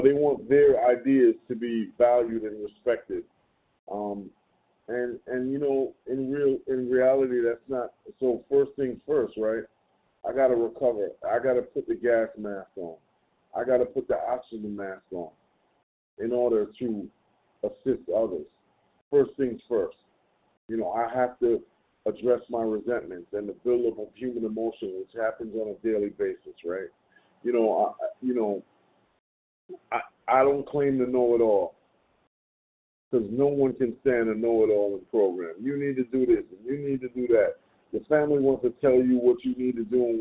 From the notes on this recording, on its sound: from the 100 Pounders Phone Meeting, 6/13/23